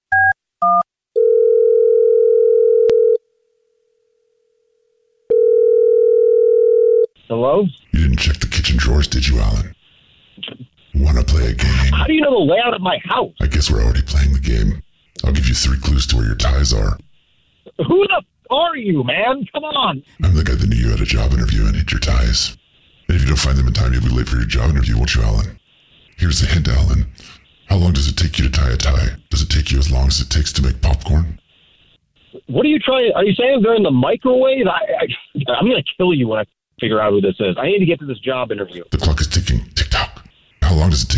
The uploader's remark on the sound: Phone Prank